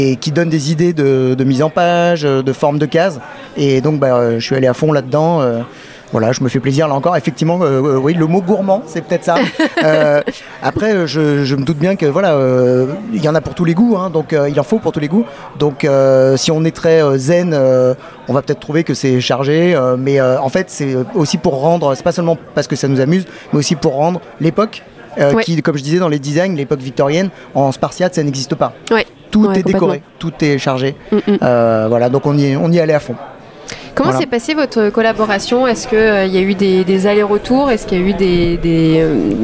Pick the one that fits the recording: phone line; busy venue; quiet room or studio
busy venue